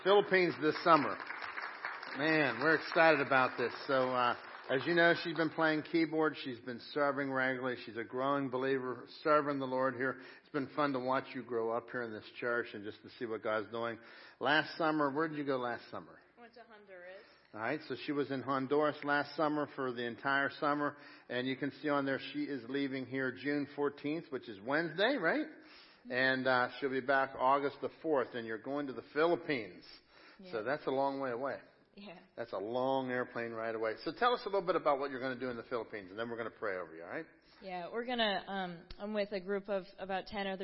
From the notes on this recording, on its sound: Crossroad Ministries Live Service.